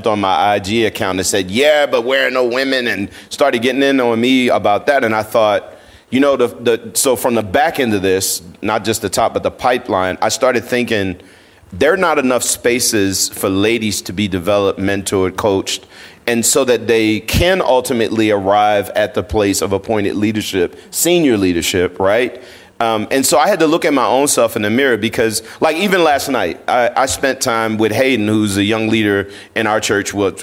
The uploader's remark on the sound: a live podcast recording with a panel of pastors